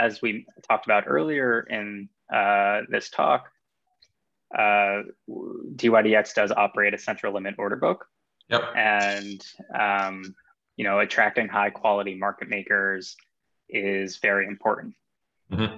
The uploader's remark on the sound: joined a zoom meeting